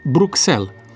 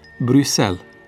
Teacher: în numele proprii străine, litera X nu se pronunță nici KS, nici GZ, ci S simplu · Shown in: second take · ca în cazul capitalei Belgiei, pe care atât de mulți o rostesc, Bruxelles, când de fapt pronunția corectă este Bruxelles.